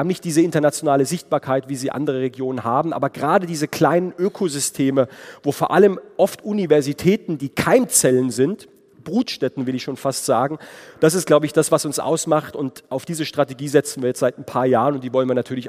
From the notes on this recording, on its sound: Bodensee Youth Conference. Keynote des baden-württembergischen Finanzministers mit anschließender Diskussion und Publikumstalk. Took questions from the audience. Produktion: Zeppelin Universität in Zusammenarbeit mit ZF.